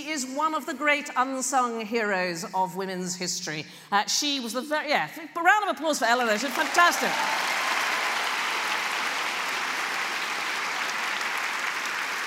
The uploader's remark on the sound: The Women's Equality Party launch their election campaign with a celebrity fundraiser hosted with 5x15 in May 2016. Addressed the audience at Central Methodist Hall.